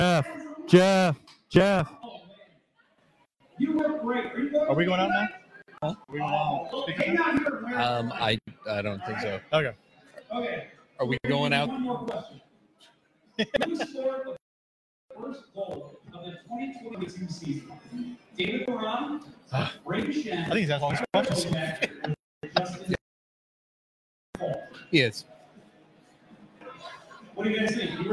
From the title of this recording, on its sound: LIVE From Cardinals Nation in Downtown St. Louis!